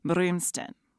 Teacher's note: A little trip on the R, so you skip directly from M to R to the eem sound, then a new syllable, familiar this time, stin.